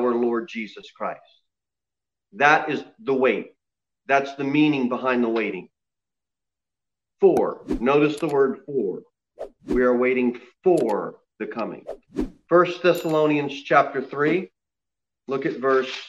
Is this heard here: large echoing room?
yes